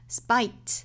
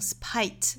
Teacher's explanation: 那我们注意 S 后面的这个清辅音呢，我们说是不送气发音哈 · Shown in: first take · ，所以我们应该是 spite,不要发成 spite,啊 spite。那还要注意这里面的元音应该是一个 I 的发音，是 spite,不要发成 spite,应该是 I,我们的上下开口度要更大，也就是说我们在发 I 这个双元音的时候呢，要格外注意这个 R 的口型， R 这个音呢比我们汉语里面感叹词 R 开口度要更大，也就是下巴还要再往下降一度